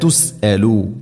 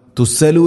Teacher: ഹംസ തൊണ്ടയുടെ താഴേ ഭാഗം കൃത്യമായിട്ട് ഉച്ചാരണത്തിൽ ശബ്ദത്തിൽ കൊണ്ടുവരണം · Shown in: first take · തുസ്സലു എന്ന് പറയരുത്, വലാ തുസ്സലു നസാബിൽ ജഹീം ഇങ്ങനെ ഓതരുത്.